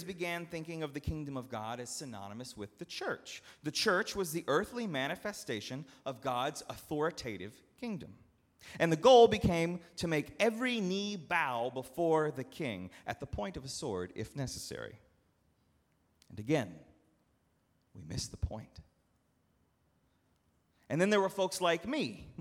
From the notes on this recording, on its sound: at Northminster Church on November 24, 2019